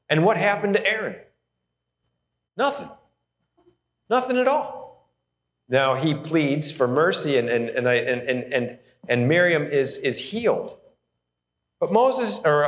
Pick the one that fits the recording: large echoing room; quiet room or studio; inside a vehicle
large echoing room